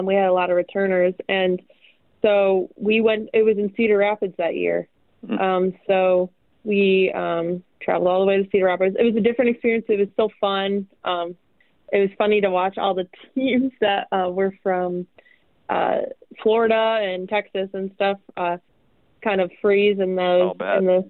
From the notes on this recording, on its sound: Thanks to the technology at 88.5 - KALA-FM, St. This episode was recorded through the phone.